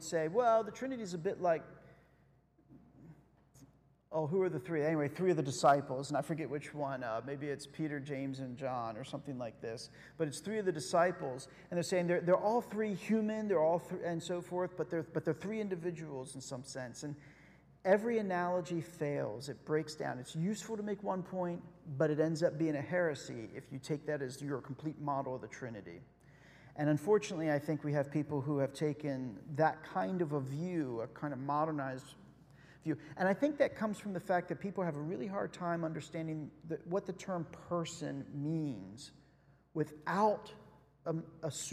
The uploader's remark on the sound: Sunday Worship Service - Live stream.